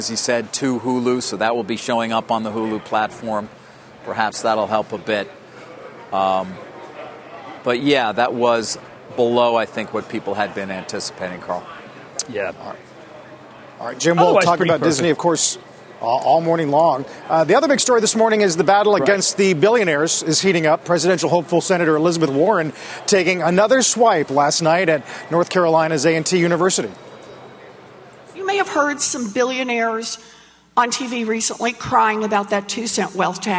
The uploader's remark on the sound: live from the Air Force Academy in Colorado